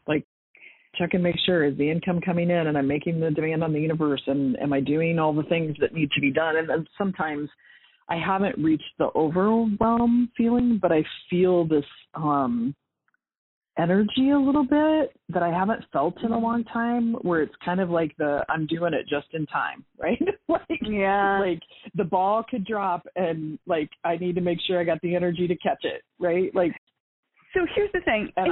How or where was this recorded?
phone line